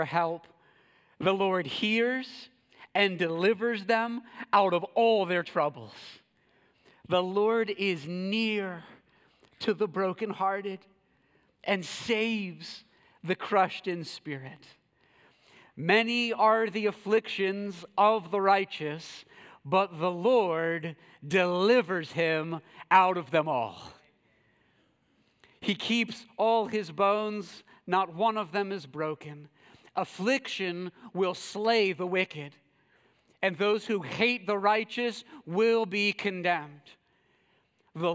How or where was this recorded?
large echoing room